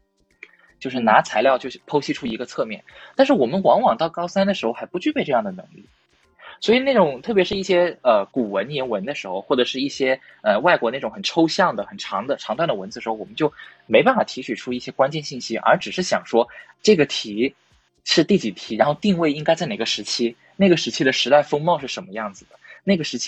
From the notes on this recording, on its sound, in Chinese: 本期节目为线上连麦，录制质量一般，见谅。